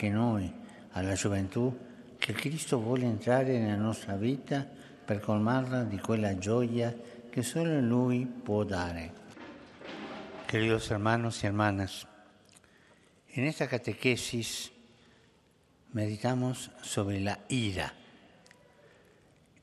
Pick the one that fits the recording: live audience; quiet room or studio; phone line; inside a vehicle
live audience